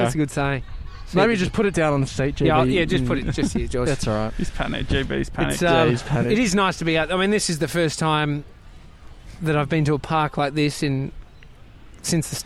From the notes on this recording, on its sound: We're live from Edinburgh Gardens